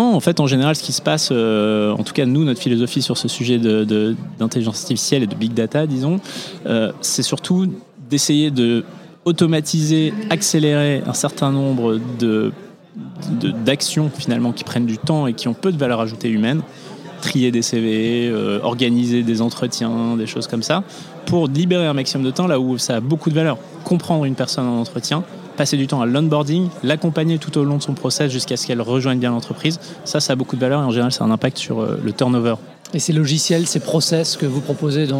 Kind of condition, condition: setting, busy venue